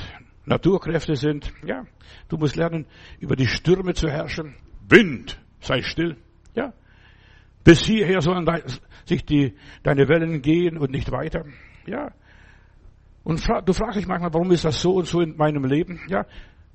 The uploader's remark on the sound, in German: im Gemeinde-Zentrum in Berlin aufgenommen